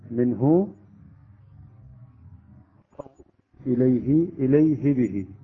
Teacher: الهاء ليس فيها إشباع، لا نمد الهاء